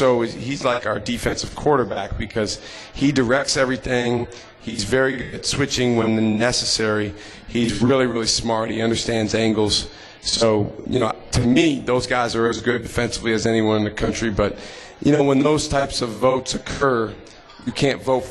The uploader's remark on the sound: LIVE from MOTOR Bar & Restaurant